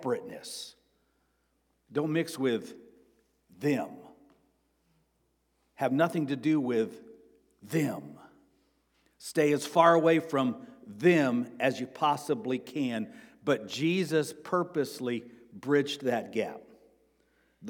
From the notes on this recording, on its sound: Sermon preached on March 26, 2023 at Avondale Baptist Church.